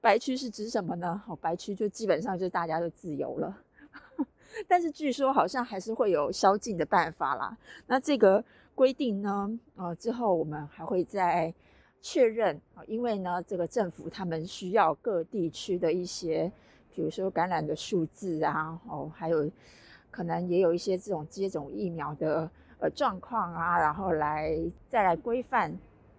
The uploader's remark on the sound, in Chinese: 新年路邊閒聊。趁著雨停和管制法令稍稍停歇之時。這回在路邊錄音，已盡力刪除可能不悅耳的聲音，但仍有些車子的聲音。